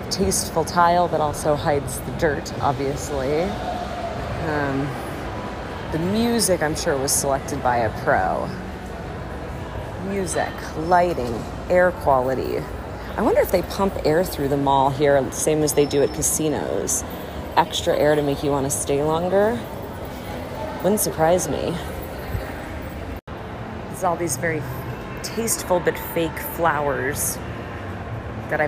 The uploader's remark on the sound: Sound Tour of Cherry Creek Mall. An audio exploration of Denver's popular shopping center.